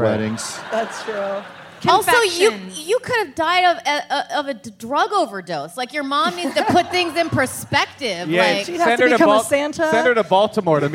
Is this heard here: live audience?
yes